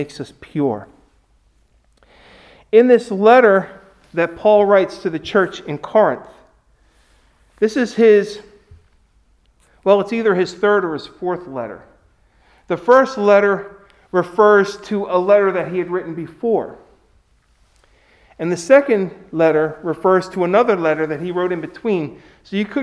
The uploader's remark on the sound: Recorded at Hudson UMC on Ash Wednesday, February 17, 2021